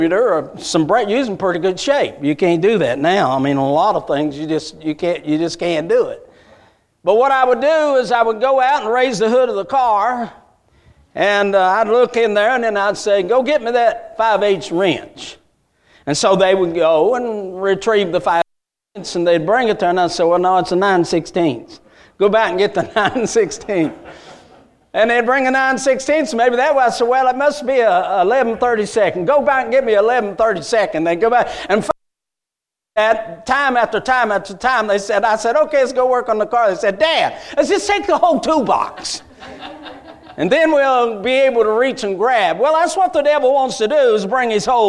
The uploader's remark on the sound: A message Preached at Crossroads Baptist Church